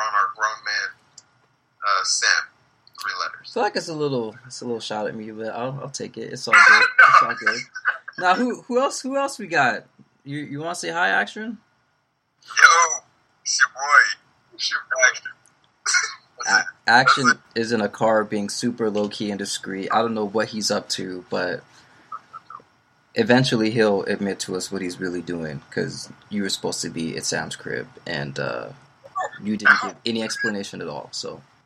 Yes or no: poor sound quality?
yes